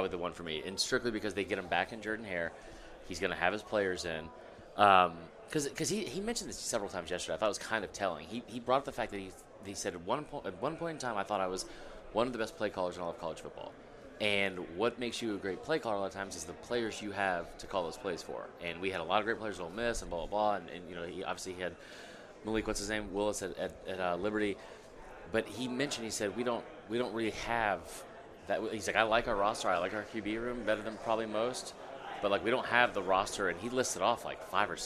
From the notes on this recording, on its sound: live from 2023 SEC Media Days!